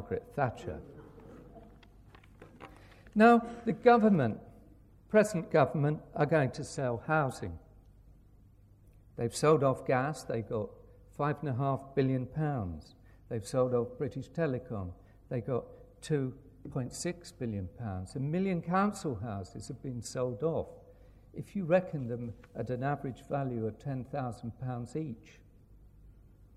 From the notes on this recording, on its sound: In a passionate and moving lecture at the RIBA.